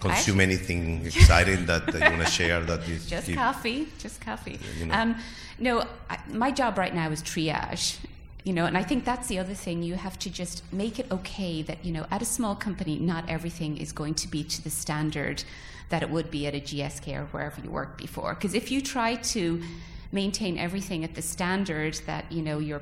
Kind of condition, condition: setting, live audience